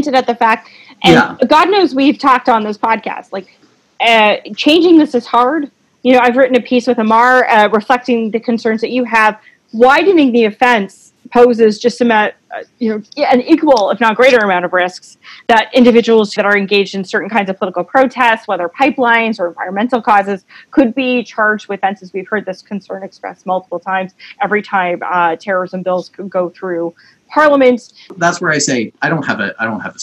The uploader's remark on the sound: over the internet